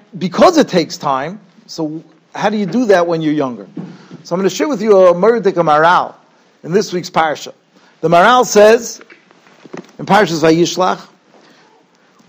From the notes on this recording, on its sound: Shiur recorded in Yeshivas Ohr Reuven, Monsey, NY.